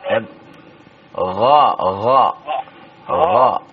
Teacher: Ucapannya gha bukan kha ya. Karena makhrajnya sama tapi beda dalam sifatnya.